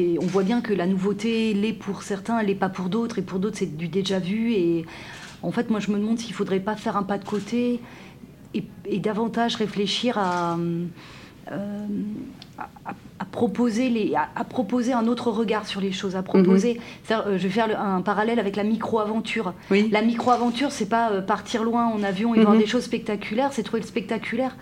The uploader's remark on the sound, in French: Dans cette émission spéciale enregistrée au colloque KONTINÜUM 2020. Dans cette émission spéciale enregistrée au colloque KONTINÜUM 2020.